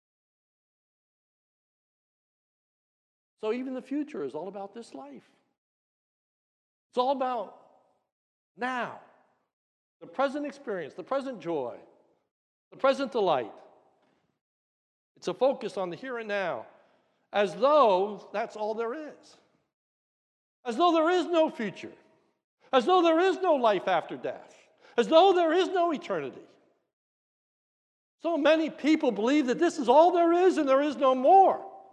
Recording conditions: large echoing room